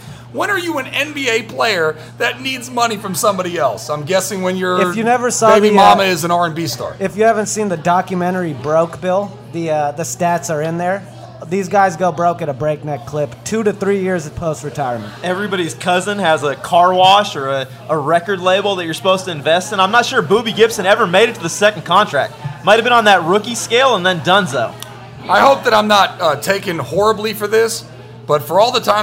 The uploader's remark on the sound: Shot on location at McGee's in Alameda.